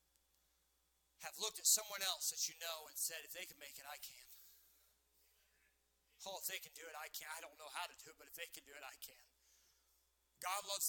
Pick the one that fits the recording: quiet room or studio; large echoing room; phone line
large echoing room